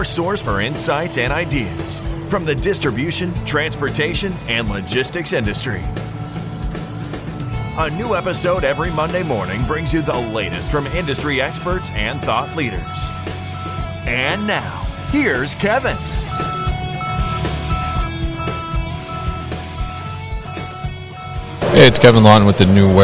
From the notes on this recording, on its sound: Autostore at MODEX 2022